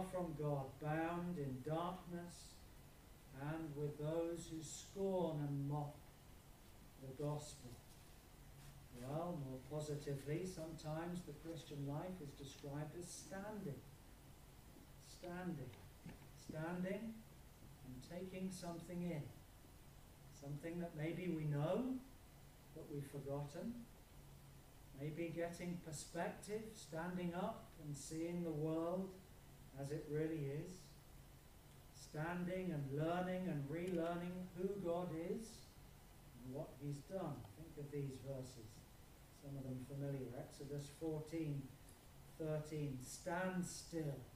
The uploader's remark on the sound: Apologies for reduced sound quality on this video.